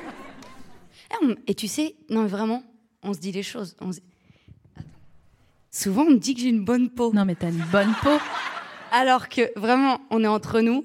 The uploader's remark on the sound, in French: Devant un public sévère, mais juste, sans aucun dentiste. Produit par Binge Audio, enregistré en février 2021 à la Scala Paris.